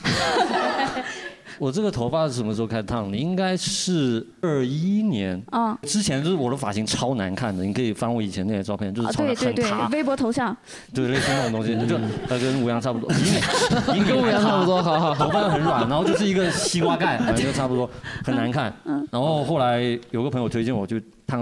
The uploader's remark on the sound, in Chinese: 本期是第一次带现场观众录制，不知哪位主播紧张得搓手手导致断断续续会有点底噪，努力后期调整后是现在的效果。录制现场直接陷入大混乱。